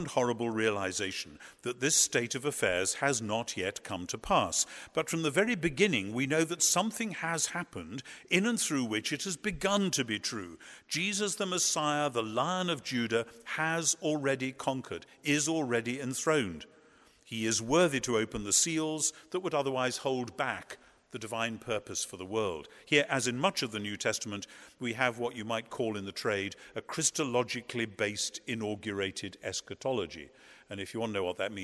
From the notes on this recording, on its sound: At Duke Divinity School’s Goodson Chapel as part of the McDonald Agape Foundation’s Conference on Revelation.